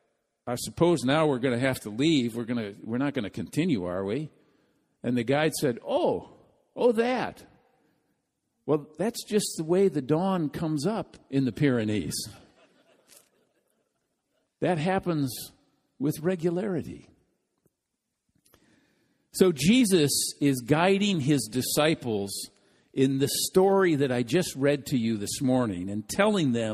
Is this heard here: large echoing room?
yes